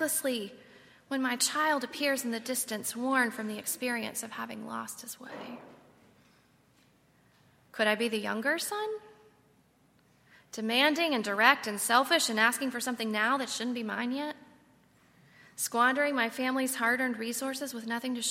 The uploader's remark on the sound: on Sunday, March 31, 2019, at Highland Baptist Church.